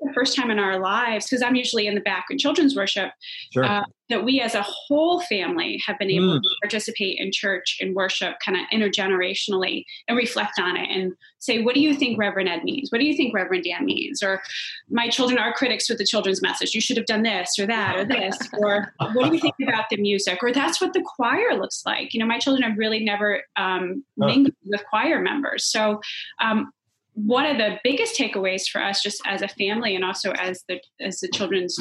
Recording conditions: video call